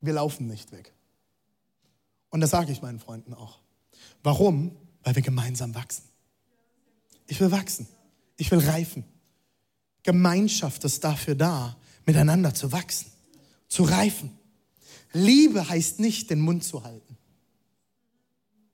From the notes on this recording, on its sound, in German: Zeal Church Leipzig. Audiomitschnitt der Predigt.